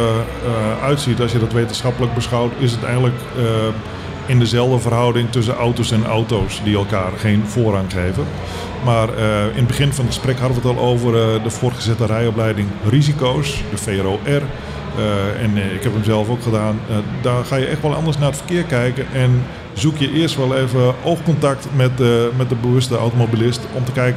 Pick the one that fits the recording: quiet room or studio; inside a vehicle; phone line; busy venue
busy venue